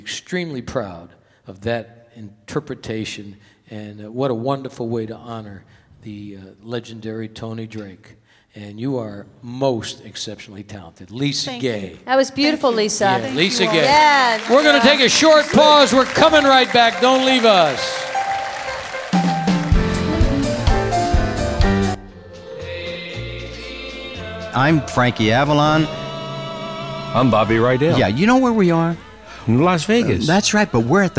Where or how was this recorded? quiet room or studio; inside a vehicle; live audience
live audience